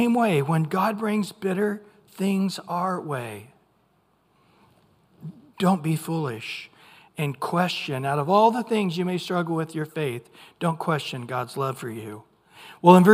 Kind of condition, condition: setting, large echoing room